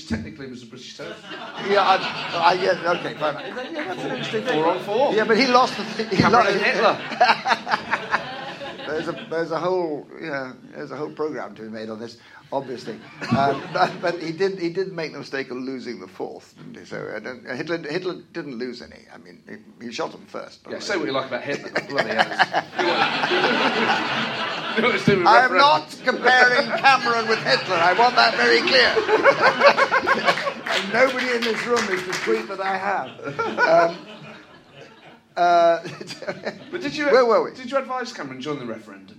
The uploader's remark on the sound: joined on stage this month